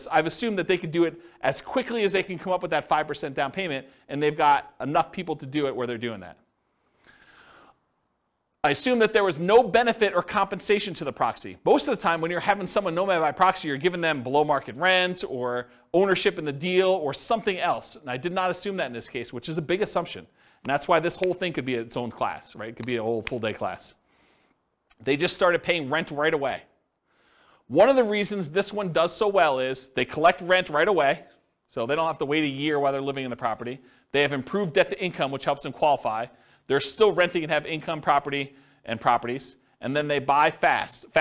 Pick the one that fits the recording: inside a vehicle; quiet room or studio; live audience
live audience